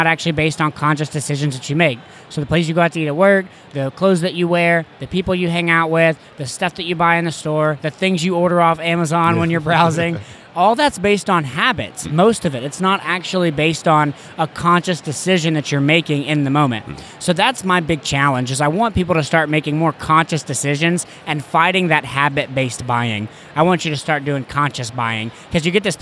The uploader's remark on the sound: Here is another interview from my time at FinCon. On the conference floor.